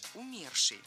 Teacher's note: Умерший – это неверно. В этом слове ударение должно падать на второй слог – умерший.